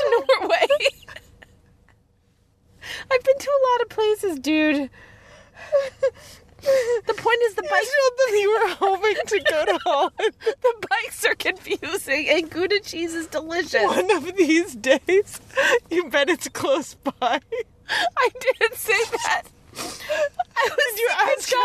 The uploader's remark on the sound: podcast from the car